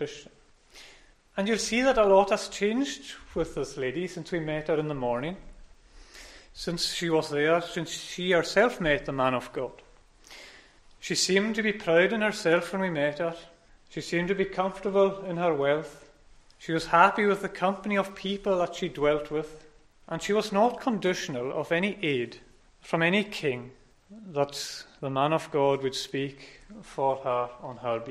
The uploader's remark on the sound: Sunday Evening Service recorded at North Harris Free Church on 10th October 2021